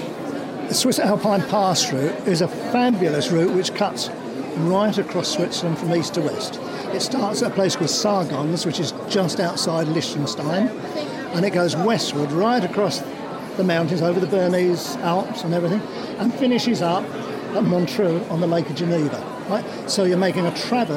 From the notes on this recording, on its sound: This is the third and final part of the series recorded at the Adventure Travel Show.